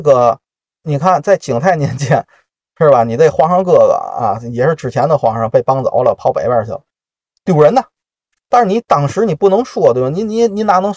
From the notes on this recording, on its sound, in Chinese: 本期录音在车里录的，效果略有瑕疵，各位包涵。